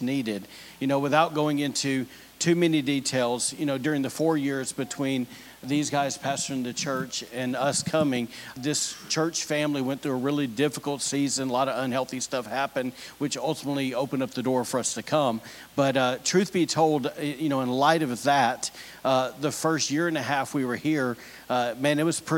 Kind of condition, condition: setting, large echoing room